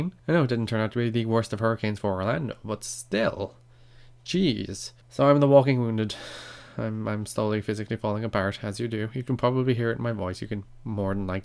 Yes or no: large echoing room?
no